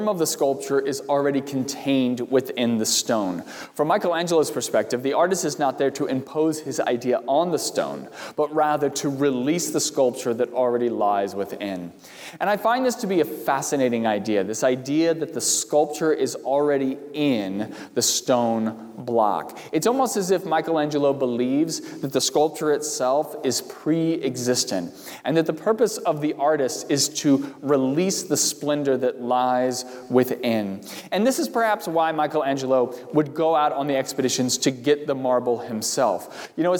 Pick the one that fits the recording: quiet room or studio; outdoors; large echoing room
large echoing room